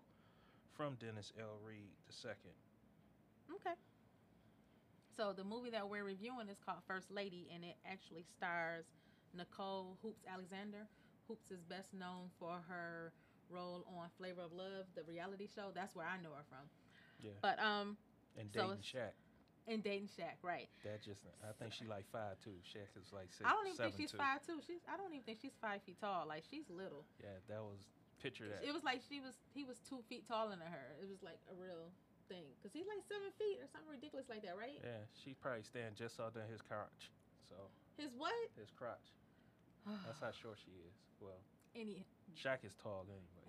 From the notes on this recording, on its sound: And, oh, the audio is low.